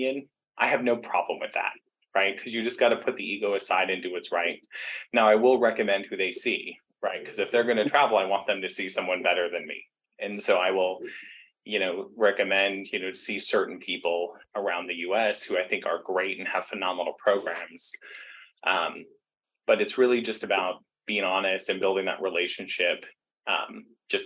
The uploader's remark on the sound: Special Rare Disease Day Webinar, recorded live on Feb 28, 2023.